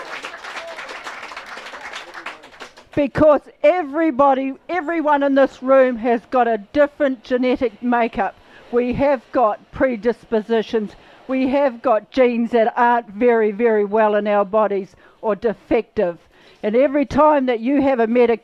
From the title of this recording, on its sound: Let’s Not Forget Tour Stop 3 - Towai Tavern - Whangarei